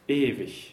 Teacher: there we have an IG that's not a K at all, it's the ich laut